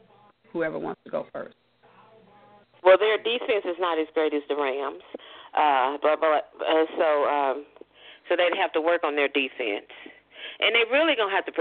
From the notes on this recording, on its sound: your phone calls, comments, questions